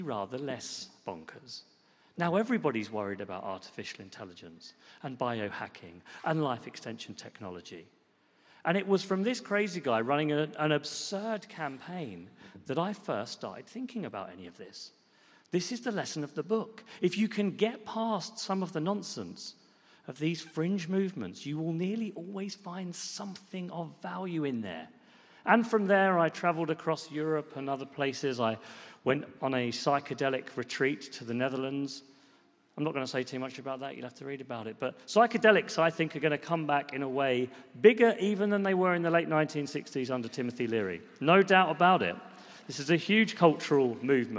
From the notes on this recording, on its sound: Recorded at EartH (Evolutionary Arts Hackney) in London in September 2018. 5x15 brings together five outstanding individuals to tell of their lives, passions and inspirations.